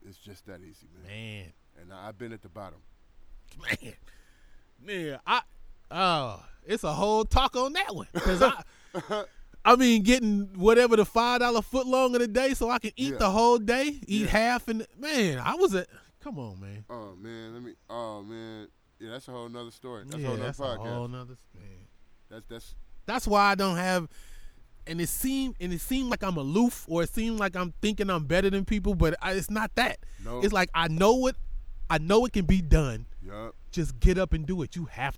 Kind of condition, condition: setting, outdoors